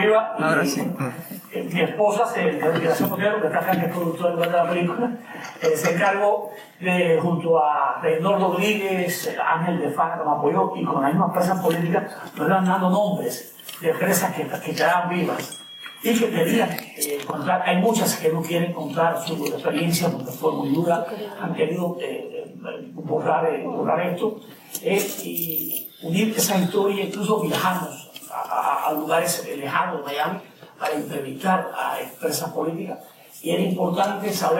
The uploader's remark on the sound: This episode features a Q&A session at Harvard University.